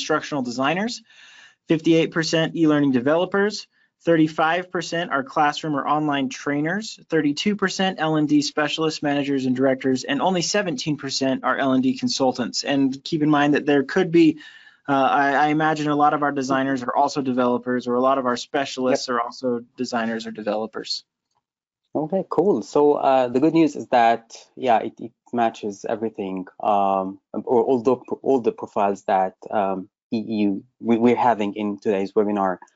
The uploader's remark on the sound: webinar recording